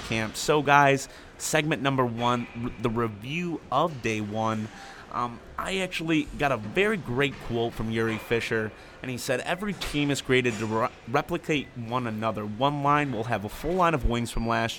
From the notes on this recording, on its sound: Live from Training Camp. Live from Centre Ice Arena in Traverse City, Mich. During the 2014 Detroit Red Wings Training Camp.